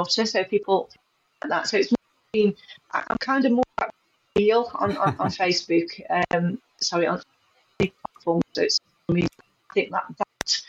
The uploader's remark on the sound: Please note, we experienced some technical difficulties when recording this show. Apologies for any audio issues.